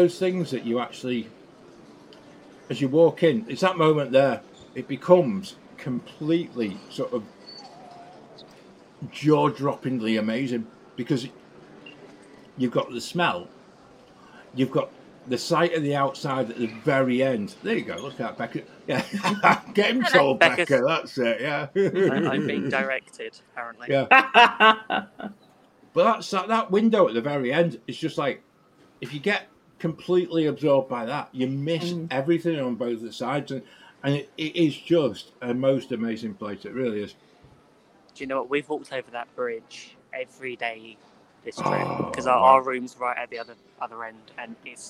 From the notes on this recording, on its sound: LIVE from Animal Kingdom Lodge. In podcast mode there are some wonderful moments where you can soak up the ambience of this beautiful place.